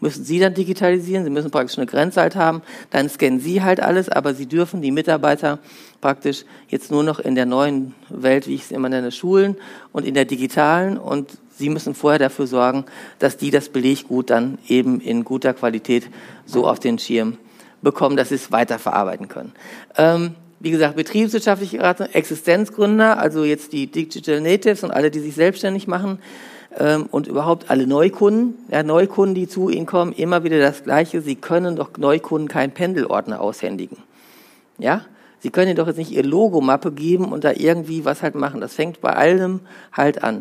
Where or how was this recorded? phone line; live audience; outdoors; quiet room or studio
live audience